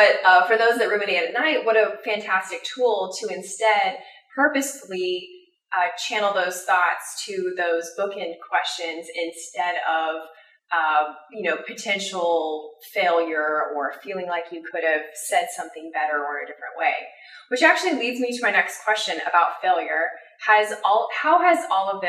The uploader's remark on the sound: Thanks for your patience on the audio quality - the Rona got it!